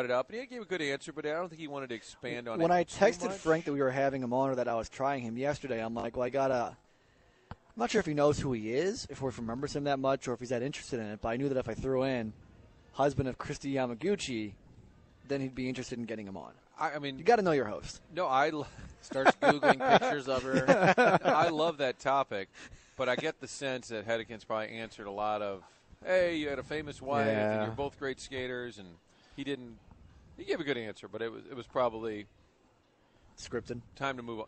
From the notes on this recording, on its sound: Broadcasting live from the Schnucks off St. Charles Rock Rd.